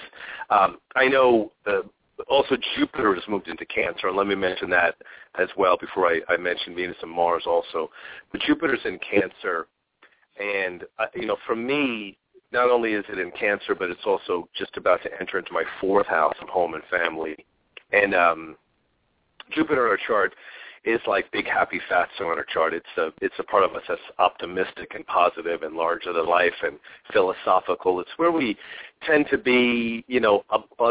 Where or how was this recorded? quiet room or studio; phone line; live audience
phone line